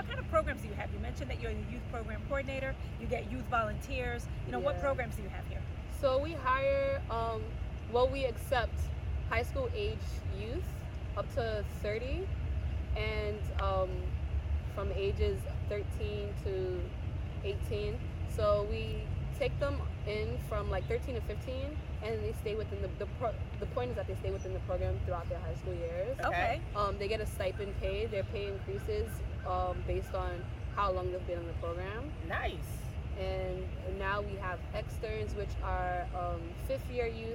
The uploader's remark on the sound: On location at East New York Farms! Located in East New York Brooklyn.